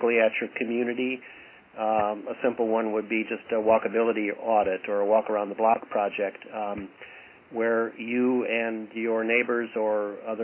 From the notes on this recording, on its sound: Call recorded on December 8, 2011.